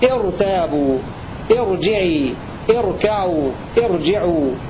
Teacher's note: خاص الورش عند البدء بهمزة الوصل، فورش يفخم الراء كباقي القراء. وإذا وقعت الراء ساكنة بعد كسر عارض متصل بها فإنها تفخم لكل القراء نحو ارتابوا ارجعي اركعوا ارجعوا، فإن الراء تفخم في هذا كله